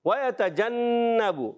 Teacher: جیم کا ایک مخرج ہے، کیا ہے؟ زبان کا درمیان، تالو کے درمیان سے ادا ہوتا ہے